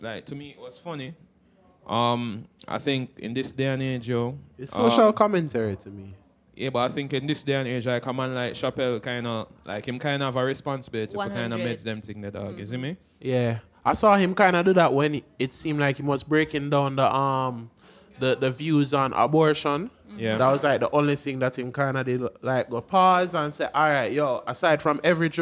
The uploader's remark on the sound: The Live version of The Late Night Par comes to a close at the end of summer! Thank you for Podding and eating with us at Marianna's Kitchen.